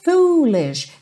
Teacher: deixa esse O bem compridinho